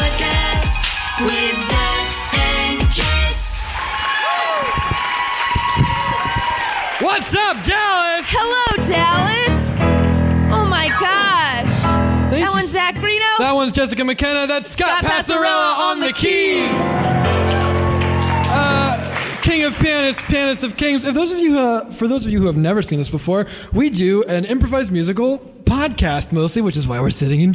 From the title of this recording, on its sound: Live From the Dallas Comedy House (Late Show!)